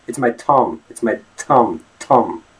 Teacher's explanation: Speaking of the unvoiced version, the th, the th sound, as in the word thumb, right? It becomes t. It's it's more like t, hundred.